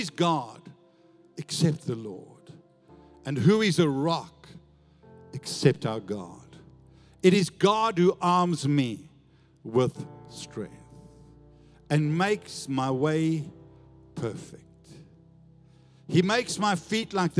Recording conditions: large echoing room